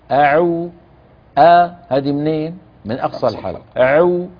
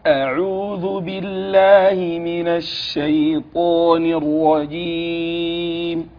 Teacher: رقق الهمزة وإيتي بها من أقصى الحلق والعين من وسط الحلق